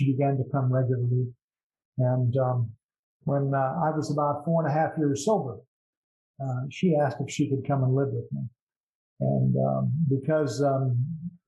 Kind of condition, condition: link, video call